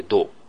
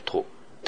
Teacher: どうもは喉が鳴ってどう。とは喉が鳴らないととってなるわけなんですよ · Term: 有声音無声音の違い